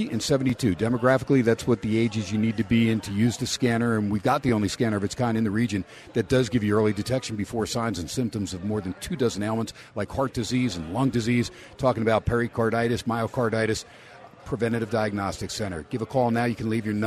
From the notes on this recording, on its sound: "Live" from #SteinersPub in Las Vegas.